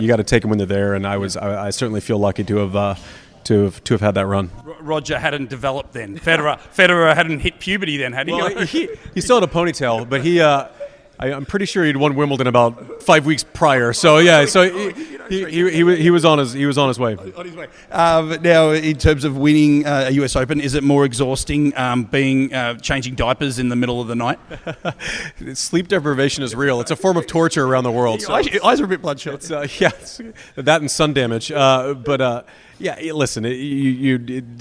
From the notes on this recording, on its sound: At the IHG's Legends, Unmatched Party. At the Kimpton Eventi Hotel plaza party.